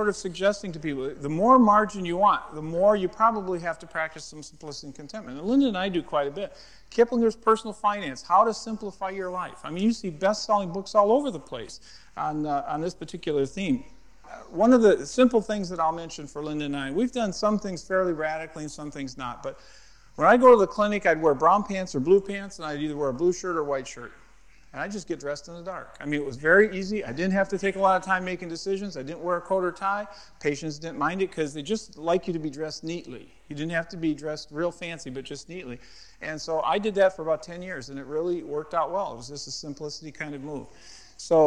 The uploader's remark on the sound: at a Marketplace Network Forum in Boston